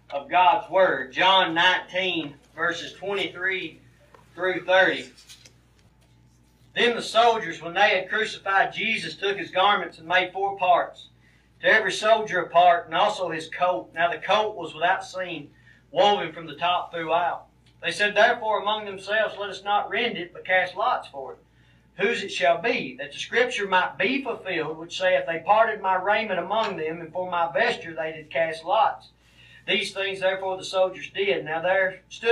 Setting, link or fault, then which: setting, large echoing room